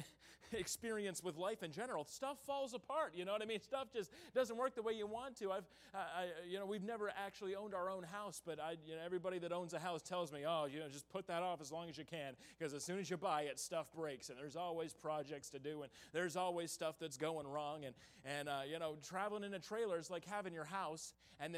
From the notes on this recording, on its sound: in the Tuesday Evening Revival Service on November 8, 2022, at Victory Baptist Church in Boonsboro, Maryland.